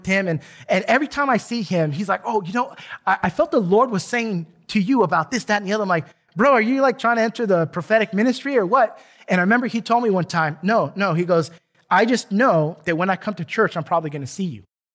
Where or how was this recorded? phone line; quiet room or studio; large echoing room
large echoing room